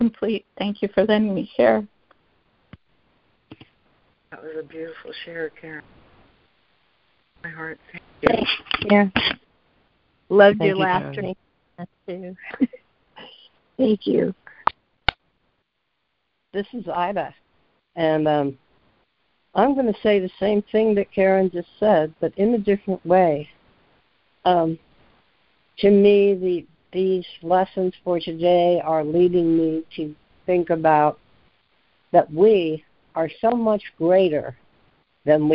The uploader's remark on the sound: ACIM Daily Conference Call.